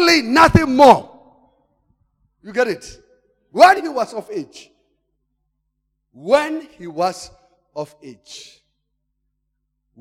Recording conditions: large echoing room